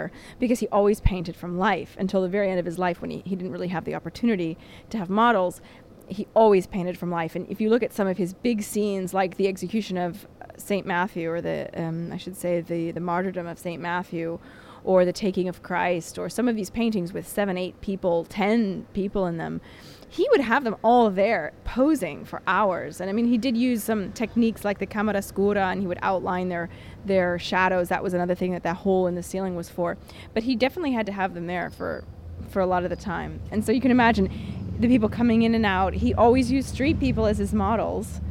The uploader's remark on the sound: A rebroadcast of our walking tour through Rome